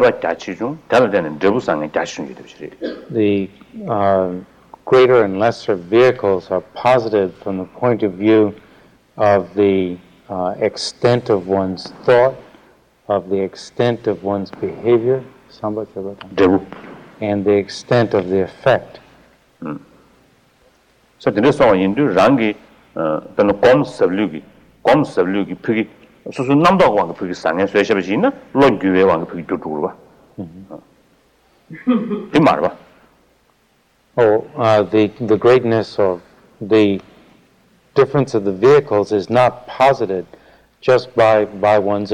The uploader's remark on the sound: In this 1979 talk at Insight Meditation Society